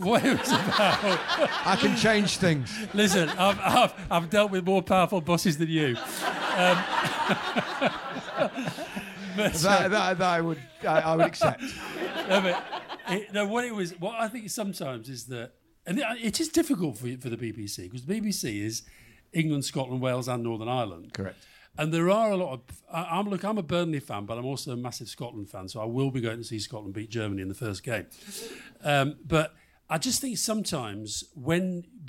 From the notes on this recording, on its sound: Recorded at PodPod and Campaign’s Podcast Advertising Summit last week, this exclusive live recording